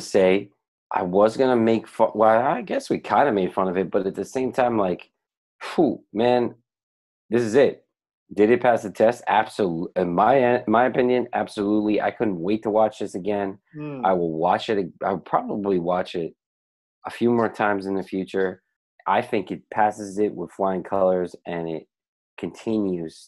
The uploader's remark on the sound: We recorded this on June 28th, 2020 on Zoom so there are small sound discrepancies and tech issues